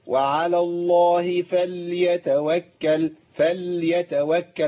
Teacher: فخد بالك لابد من تسكين اللام